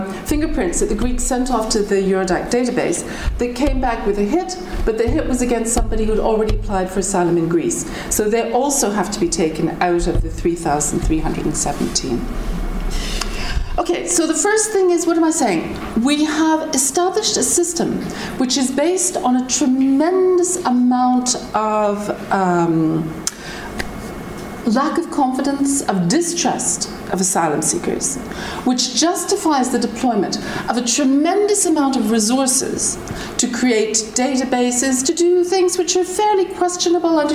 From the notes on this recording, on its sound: Public Seminar Series, Trinity term 2012. Recorded on 16 May 2012 at the Oxford Department of International Development, University of Oxford.